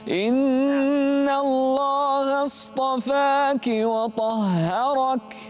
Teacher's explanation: الطاء مفخمة والهاء مرققة